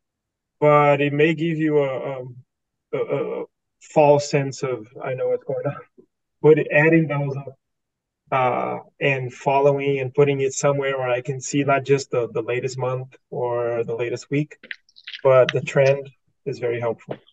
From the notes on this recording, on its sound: this recording from the June 2023 Webinar